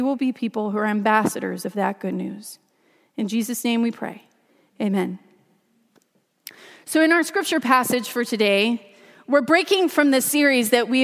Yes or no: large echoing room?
yes